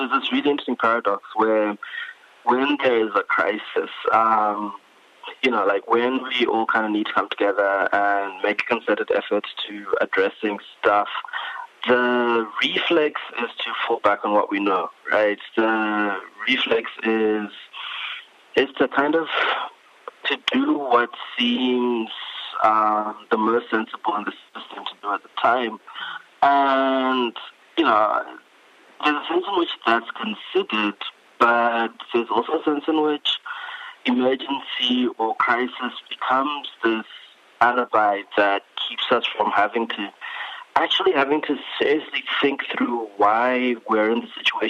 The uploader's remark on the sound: phones in for a guest mix plus a chat